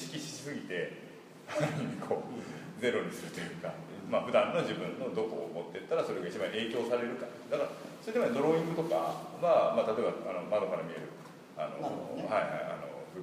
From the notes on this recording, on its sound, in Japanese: 会場：金沢美術工芸大学 展示室。第7回AGAIN-ST「OUTBOUNDー彫刻シンポジウム外伝」のトークイベントの録音です。